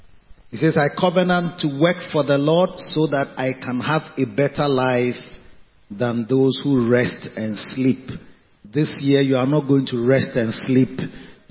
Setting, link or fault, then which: setting, large echoing room